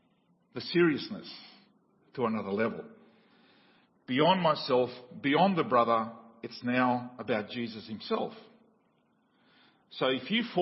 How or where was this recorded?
large echoing room